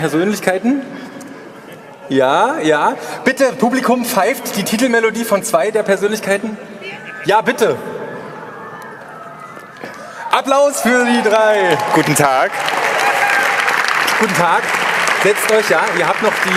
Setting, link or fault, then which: setting, live audience